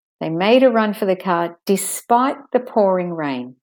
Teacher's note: I'm slowing down there because I want the listener to take notice that it was pouring and despite that, they made a run for the car.